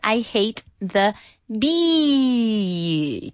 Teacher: Con una I muy larga. Bueno, no tan muy larga, pero no puedes decirlo tan larga.